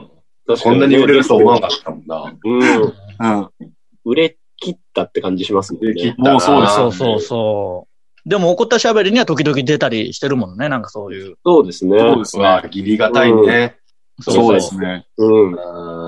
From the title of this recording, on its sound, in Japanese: リモートコラボ回